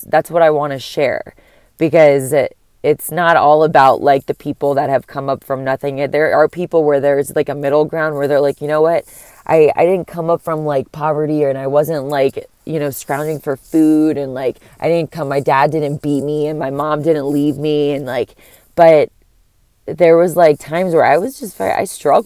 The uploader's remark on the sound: I’m sitting outside my work in my car recording it